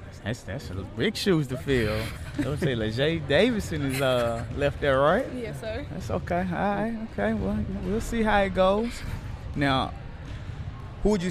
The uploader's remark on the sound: Recorded a live podcast from the 2016 Skillz Academy. The 1st annual event featured the top 30 high school basketball girls from the state of Tennessee.